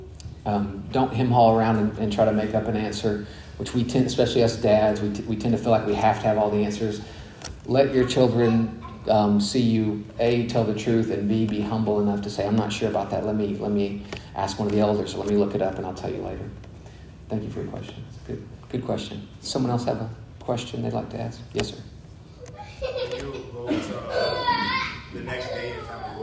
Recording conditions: large echoing room